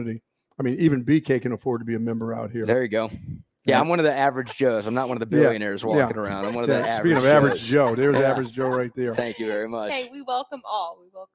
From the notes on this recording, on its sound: LIVE from Lakecliff Golf Club in Spicewood!